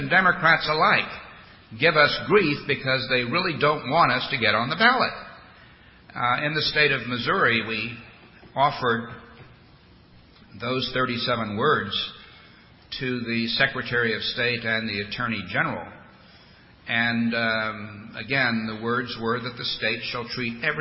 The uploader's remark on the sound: delivered this address at The Federalist Society's Second Annual Western Conference at The Ronald Reagan Presidential Library in Simi Valley, California, on February 23, 2008.